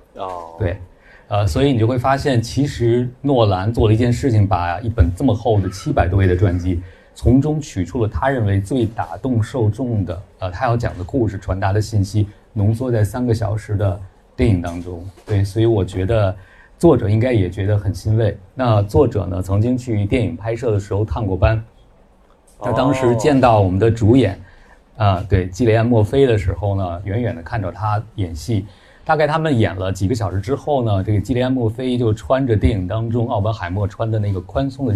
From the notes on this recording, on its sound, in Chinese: 跑题大会现场版。本期节目在线下活动录制，所以会有一些杂音。同时在 64 分钟后为答读者问环节。因收音问题，提问声音很小。